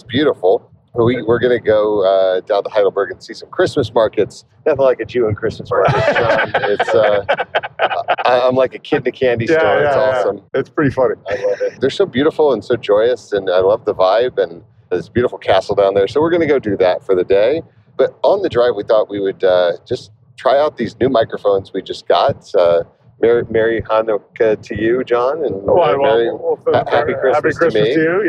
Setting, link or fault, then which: setting, inside a vehicle